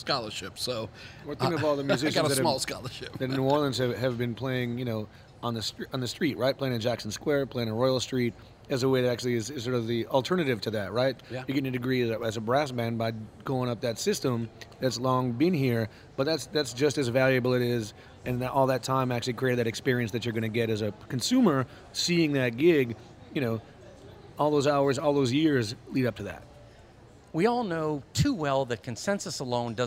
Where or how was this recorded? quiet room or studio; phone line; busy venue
busy venue